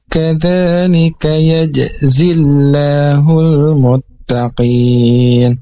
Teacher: ujung lidahnya keluar sedikit menyentuh ujung gigi atas seperti digigit · Term: huruf da